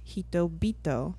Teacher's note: The first consonant of the second word goes from unvoiced to voiced. · Term: Nendaku